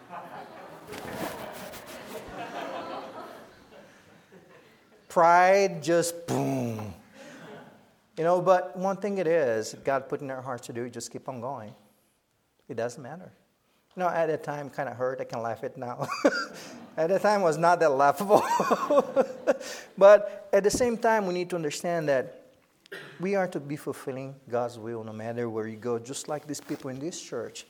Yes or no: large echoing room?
yes